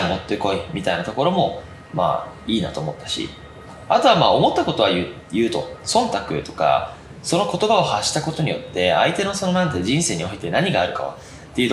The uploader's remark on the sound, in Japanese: 今回はpodcast収録機器が故障したので、 音の質悪いです。